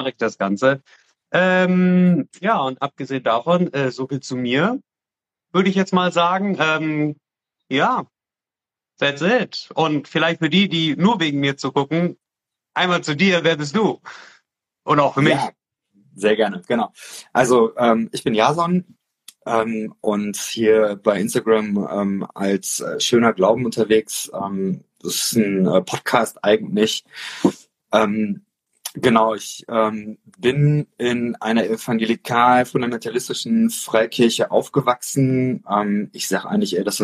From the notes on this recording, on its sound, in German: in einem Instagram-Live Talk